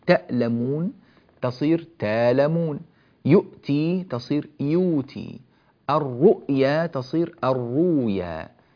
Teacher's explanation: قرأ الأصبهاني بإبدال كل همز ساكن، كل همز ساكن سواء أكان فاء أم عينا أم لاما للكلمة، ولا يضر تحركه وصلا أبدا.